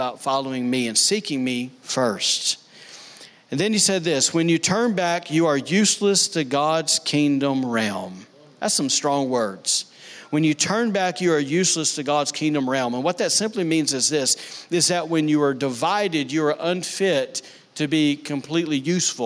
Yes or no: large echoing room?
yes